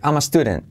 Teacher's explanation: La última T casi no se dice.